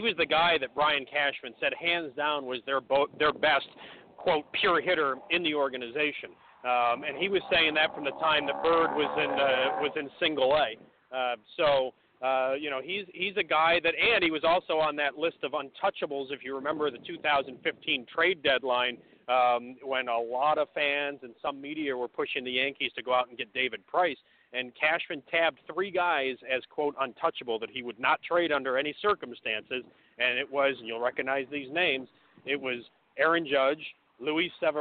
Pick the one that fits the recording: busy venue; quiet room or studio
busy venue